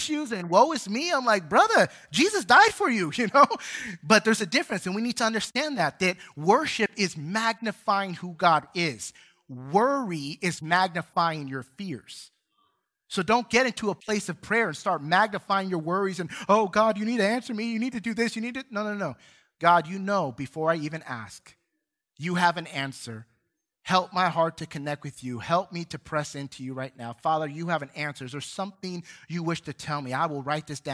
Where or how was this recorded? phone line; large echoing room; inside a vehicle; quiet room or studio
large echoing room